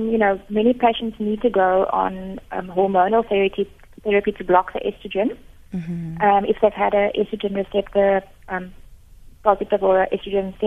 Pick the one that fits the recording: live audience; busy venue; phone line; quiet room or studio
phone line